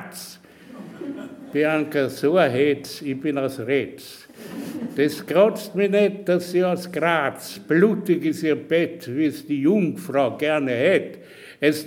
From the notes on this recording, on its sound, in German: Im Bruno Kreisky Forum live vor Publikum geführt und aufgezeichnet.